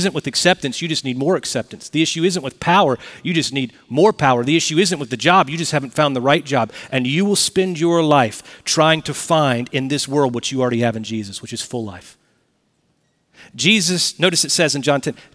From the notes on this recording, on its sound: Recorded Live at Brookwood Church on 11.05.2023